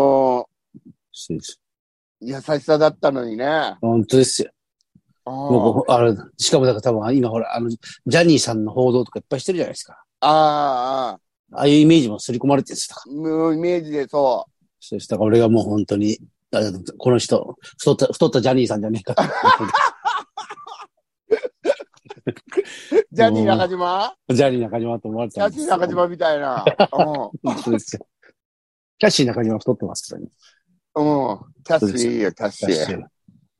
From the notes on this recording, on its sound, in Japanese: ZOOMで収録。